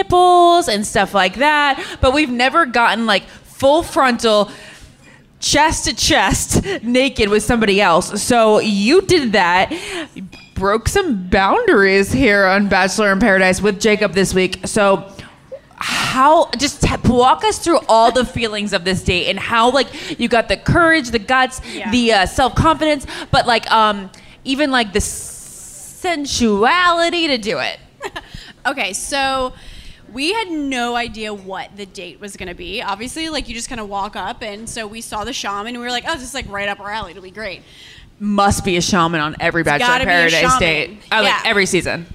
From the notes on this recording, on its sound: live at Audrey's Coffee House and Lounge in Rhode Island